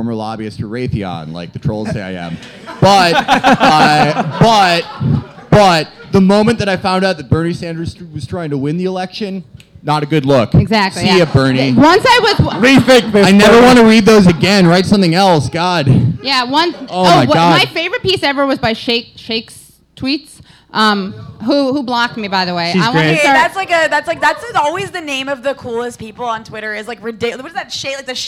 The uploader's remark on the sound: In this live show recording